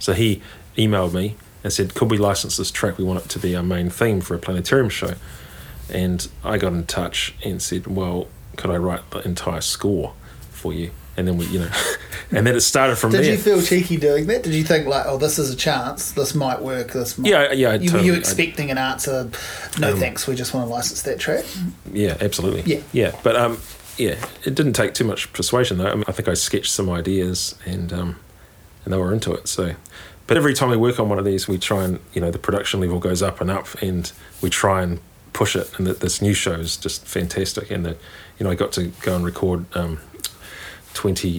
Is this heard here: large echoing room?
no